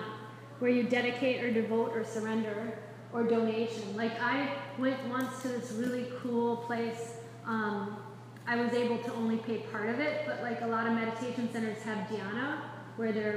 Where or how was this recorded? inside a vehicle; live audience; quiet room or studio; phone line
live audience